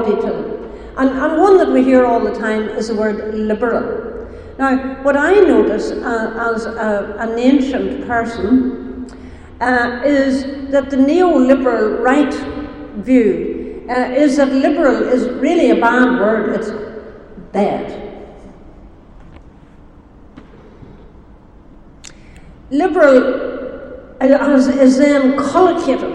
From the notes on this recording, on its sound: Speaks at SRHE Digital University Network Event - The Digital University, Social Justice and the public good.